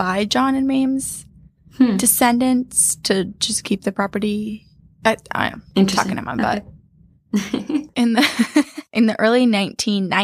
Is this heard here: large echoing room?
no